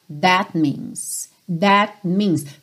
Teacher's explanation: Percebe como você também quase não ouve o T final do that, né? Não é that means.